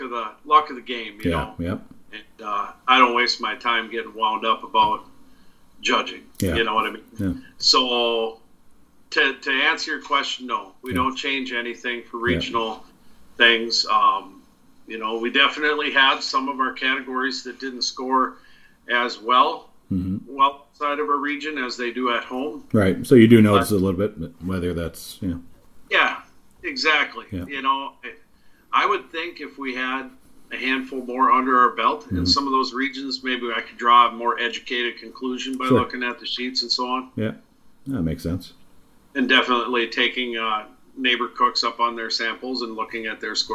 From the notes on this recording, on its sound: I visit via Skype. From Fort Ripley, MN.